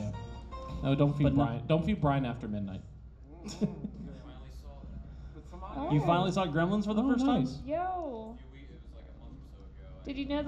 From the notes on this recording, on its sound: Live at Farpoint. We're live from Farpoint 2019!